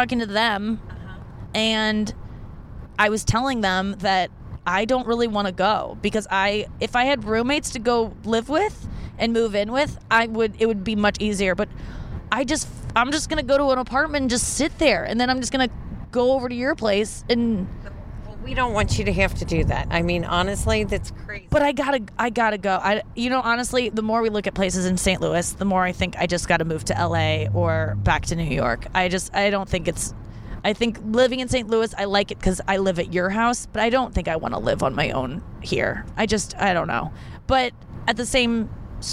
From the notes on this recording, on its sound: In the car.